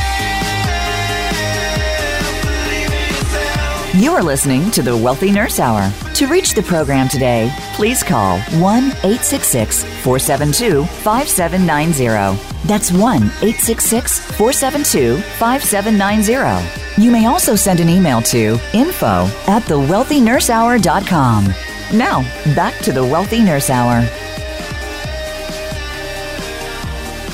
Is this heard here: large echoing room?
no